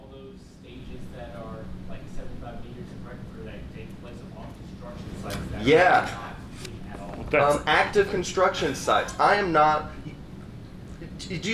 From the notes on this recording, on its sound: Our live episode we did about a month ago at Galaxy Con in Raleigh, North Carolina. It was super fun to do it in a room full of packed people. The audio is fine!